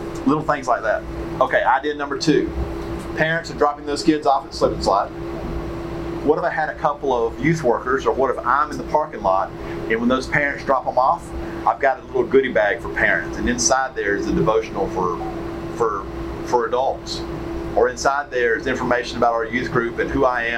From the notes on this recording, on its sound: Statesboro Breakout Session 1. Georgia Baptist Mission Board. Note: Audio Quality Issues.